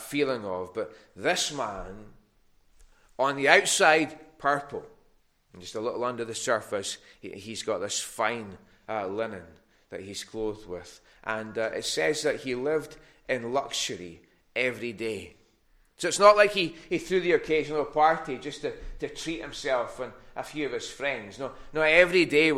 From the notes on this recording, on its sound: recorded at North Harris Free Church on Sunday morning 14th November 2021